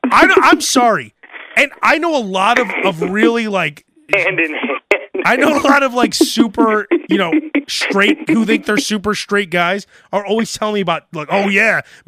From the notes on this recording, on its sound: Long drive phone conversations